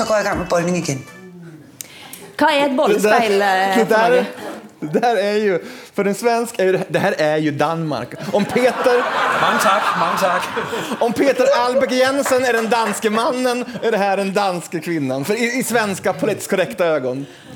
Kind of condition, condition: setting, busy venue